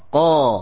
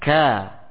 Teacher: dia lebih tebal daripada huruf kaf tatkala pengucapan